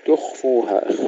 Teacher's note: تخفوها الرخاوة في الخاء مع تفخيمها